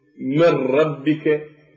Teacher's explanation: يوجد تجانس بين النون وبين الراء من حيث الجهر ومن حيث تقارب المخرجين · Term: المتجانسين